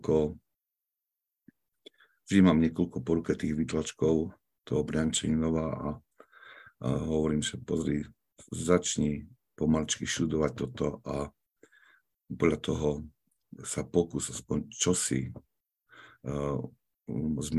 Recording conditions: video call